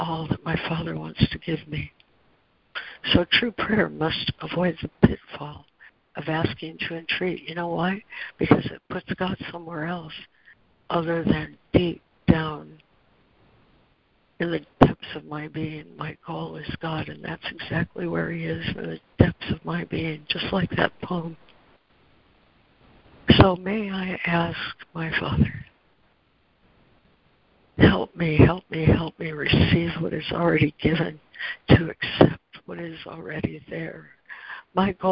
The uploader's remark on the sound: ACIM Daily Conference Call